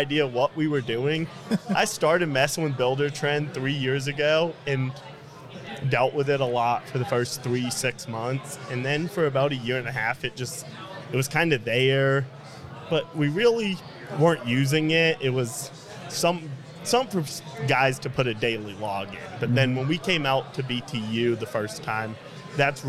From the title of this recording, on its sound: Live from Buildertrend University